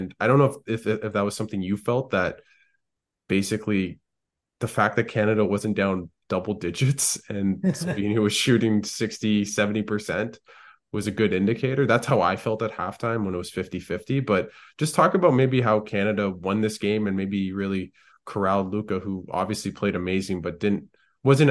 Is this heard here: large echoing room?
no